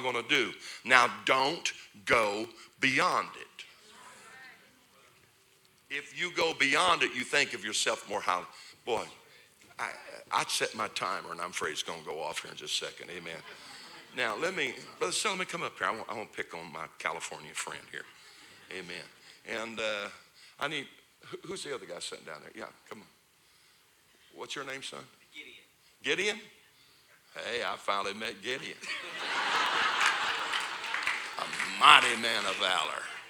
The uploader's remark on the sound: This is the Thursday night service of Turning Point Conference.